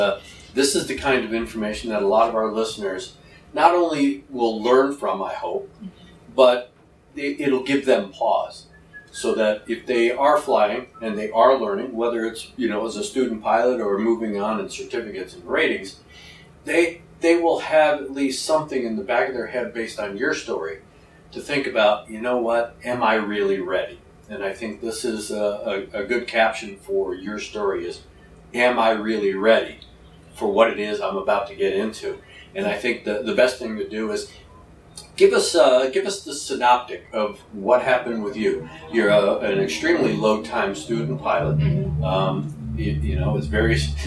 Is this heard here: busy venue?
yes